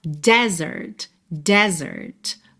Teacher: Bom, o deserto se escreve exatamente como o verbo desertar ou abandonar, D-E-S-E-R-T, D-E-S-E-R-T, mas a sílaba tônica é a primeira e esse E é aberto